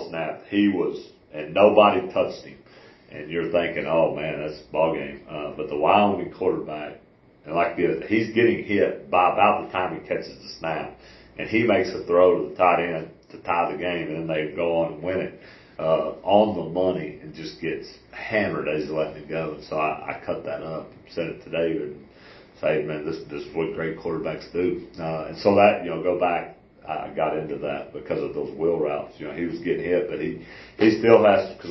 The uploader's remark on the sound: This interview was recorded at the Athens ISD Field House